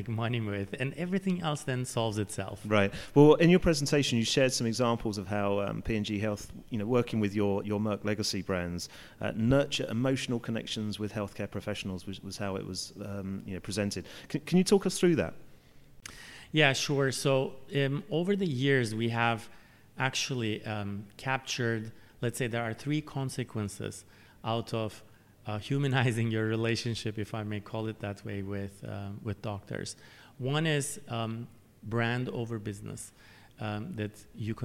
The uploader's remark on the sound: The first of three episodes recorded at the 2019 Cannes Lions International Festival of Creativity.